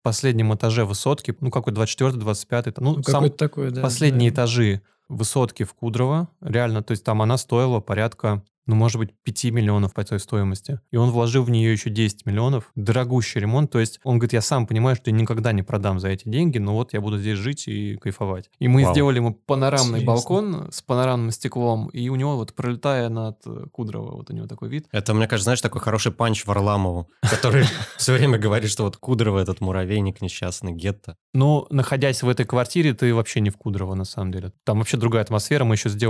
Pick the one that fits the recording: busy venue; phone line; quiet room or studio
quiet room or studio